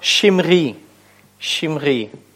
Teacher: Когда у нас в начале слова два шва подряд встречаются, то какие изменения происходят? Первая шва просветляется до хирека.